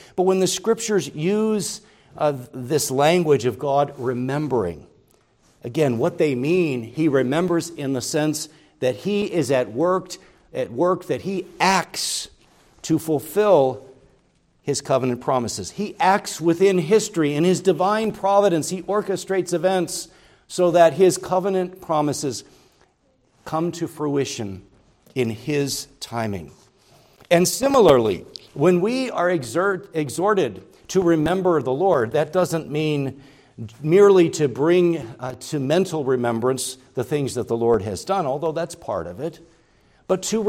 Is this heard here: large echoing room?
yes